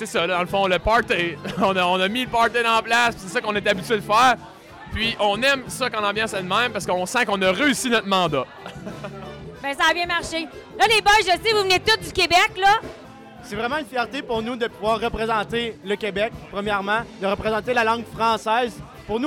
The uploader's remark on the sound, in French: Festival du Bois : l’expérience sonore. Toute l'équipe du balado étaient au Festival du Bois.